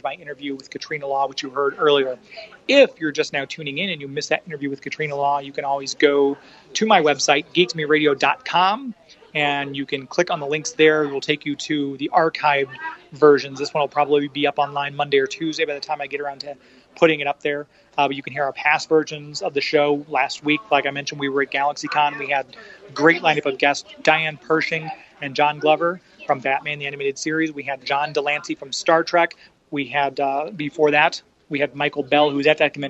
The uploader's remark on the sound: Our 3rd annual broadcast LIVE from Superman Celebration!